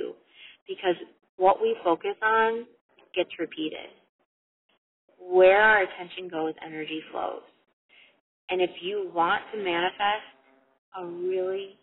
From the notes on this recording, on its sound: Recorded for you this short and sweet and imperfect episode in my car